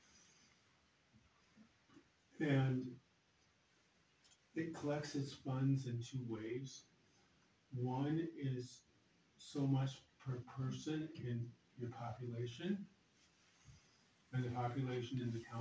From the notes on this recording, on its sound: AUDIO - March 14, 2023 Sac City Council Meeting